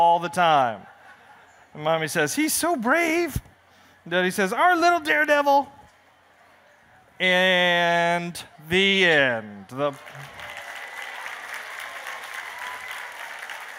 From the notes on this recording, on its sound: appears on the Family Storytelling Stage at the 2012 Library of Congress National Book Festival